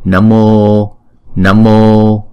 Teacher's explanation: Chữ O là diphthong nên chúng ta đọc hai nhịp. Chúng ta kéo dài chữ O một chút.